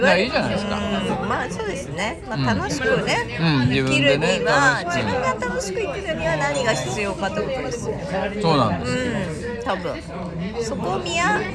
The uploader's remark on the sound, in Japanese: 2021年末に行われたOPROクリスマスイルミネーションラン後の忘年会での録音です